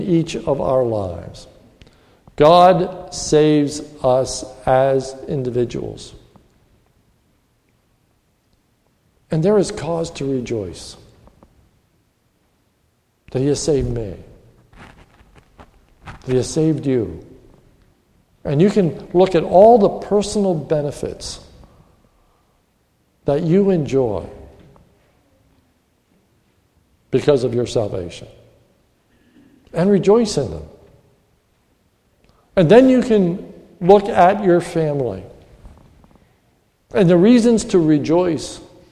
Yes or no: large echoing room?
yes